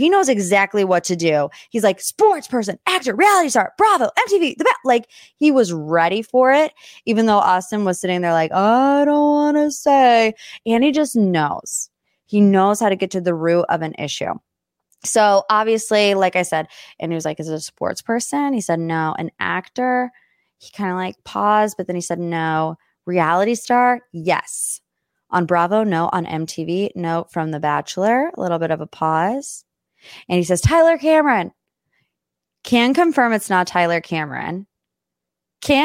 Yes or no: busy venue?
no